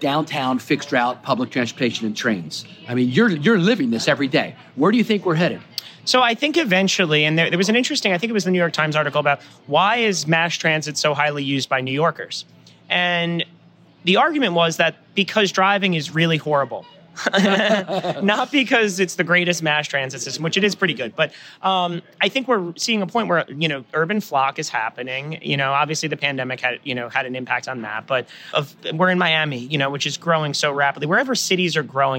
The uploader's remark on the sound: Recorded the interview with her while at the UTIP Global Summit the day before she took office.